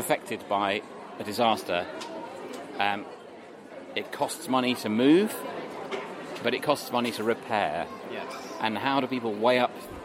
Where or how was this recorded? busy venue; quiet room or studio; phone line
busy venue